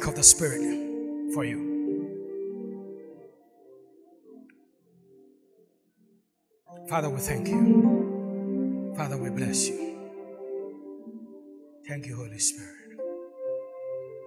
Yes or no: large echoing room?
yes